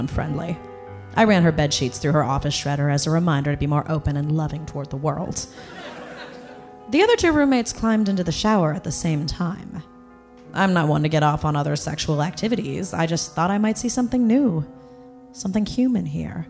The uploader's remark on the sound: Live in LA at Largo.